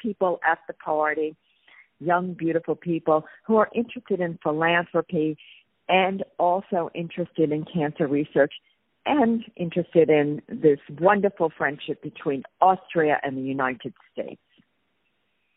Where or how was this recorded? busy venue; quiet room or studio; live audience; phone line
phone line